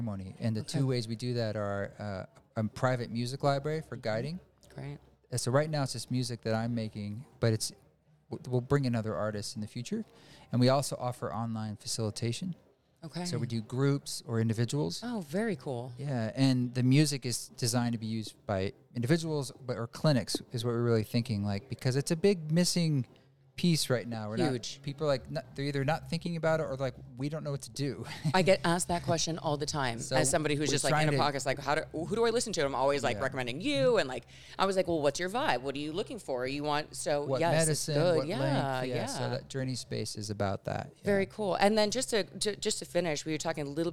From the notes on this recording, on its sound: This abridged episode was recorded at DoubleBlind Magazine's first psychedelic festival Mycologia